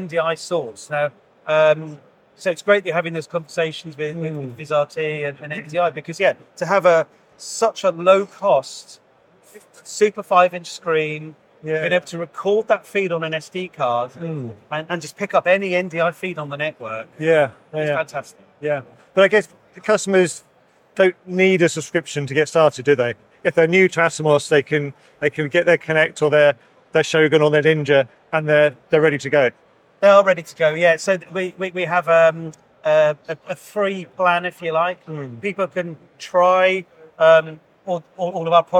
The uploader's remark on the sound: ATOMOS Cloud Studio, Live production at ISE 2024.